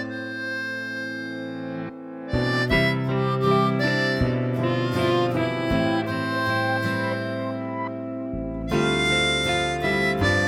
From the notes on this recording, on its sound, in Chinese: 本次录制花费：坐在路边喝另茶。